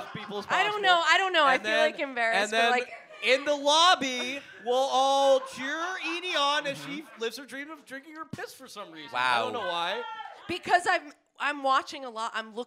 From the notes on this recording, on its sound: IT'S OUR FIRST LIVE EPISODE!!! At our favorite restaurant.